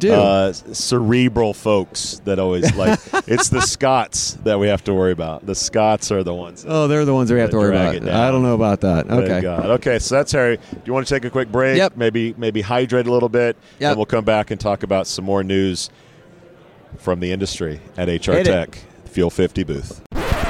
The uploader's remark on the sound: from the HR Tech Conference in Las Vegas from the Fuel50 booth